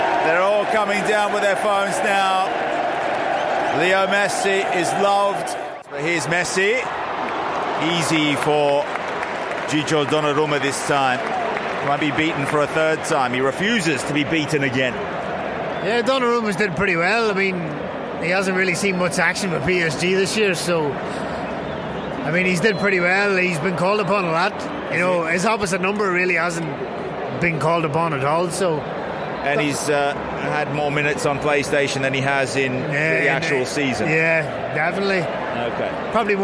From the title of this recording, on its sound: live from Wembley